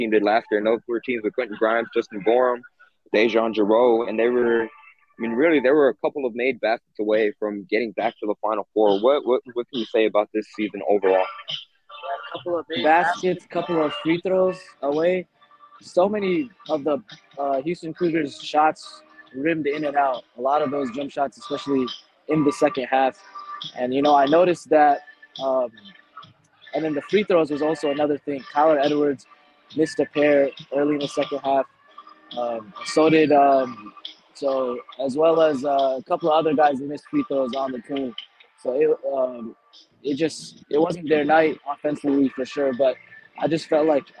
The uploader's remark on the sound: Live on-site from The Dakota East Side Ice House in San Antonio. Postgame show.